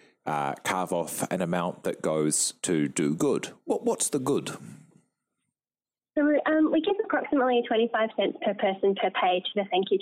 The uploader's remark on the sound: Note: Apologies for the sound quality. This episode was conducted over the phone.